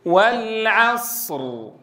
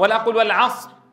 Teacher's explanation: تنبهوا جيدا عند تلاوة سورة العصر لضبط الأزمنة، لا أقول والعصر، راحت الصاد وراحت الراء. الصاد حرف رخو فزمنه يكون أطول ما يكون، الراء بيني فيكون زمنه متوسطا · Shown in: first take